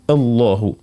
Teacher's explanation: يعني المؤهم الملاحظات في هذه الأبيات، نجنب تفخيم الهمزة مطلقا خاصة في أول كلمات كما الحمد لله رب العالمين، ما نقولوش الحمد الحمد أعوذ إهدنا الله، خاصة مع رفض الجلالة، لأنه اللام مفخمة في رفض الجلالة، لكن الهمز قبلها مرققة